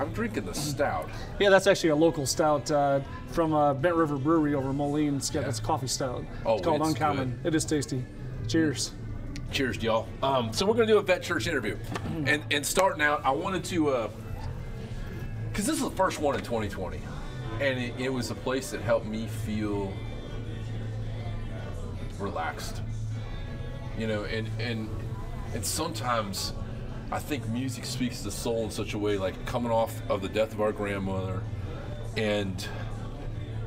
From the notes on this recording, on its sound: Recorded at the Gypsy Highway Bar and Grill in Davenport, Iowa. Recorded at the Gypsy Highway Bar and Grill in Davenport, Iowa.